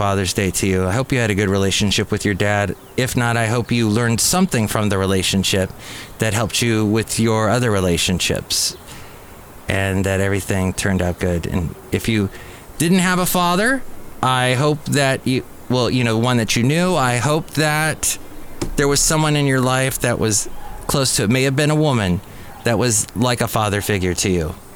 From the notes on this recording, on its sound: podcasts live from Cafe Anyway